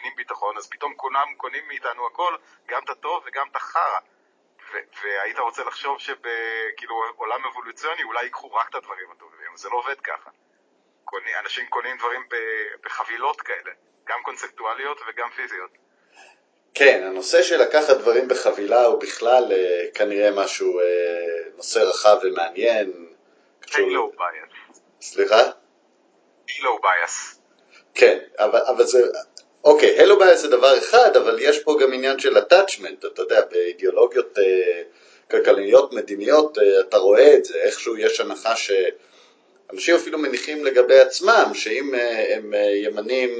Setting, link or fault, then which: fault, poor sound quality